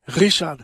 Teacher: A German R is like a growl from the back of the throat. Richard, you know, it's not a rolled R, it's R.